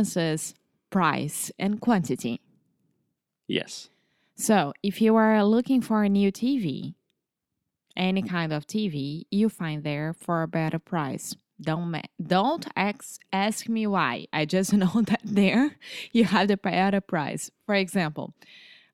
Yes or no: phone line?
no